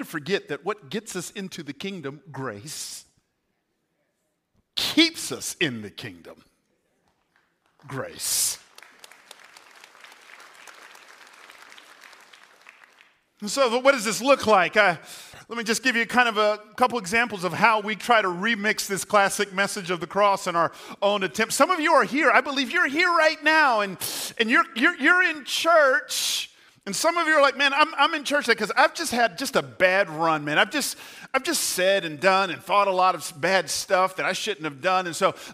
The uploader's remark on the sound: Recorded on 4/2/23 at Hope Church in Las Vegas.